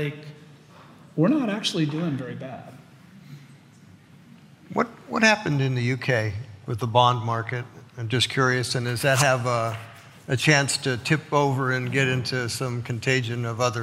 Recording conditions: live audience